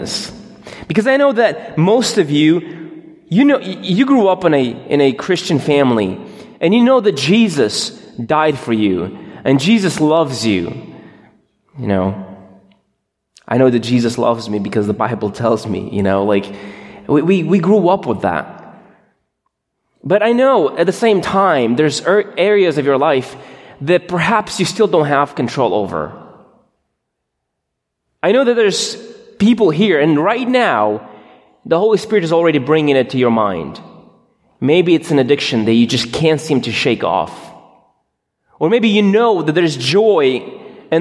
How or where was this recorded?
large echoing room